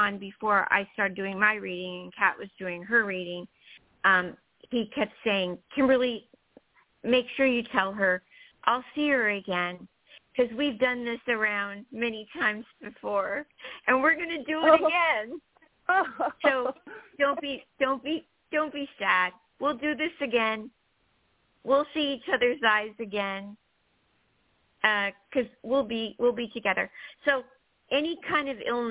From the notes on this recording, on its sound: THIS SHOW WAS PREVIOUSLY RECORDED. Talk with previously recorded callers.